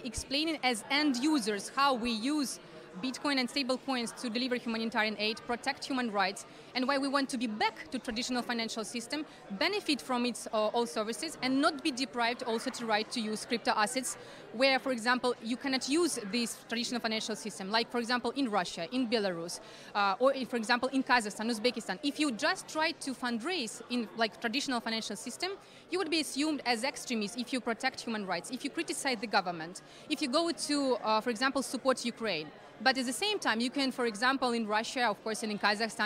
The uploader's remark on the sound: While at DC Blockchain Summit 2023 in Washington, DC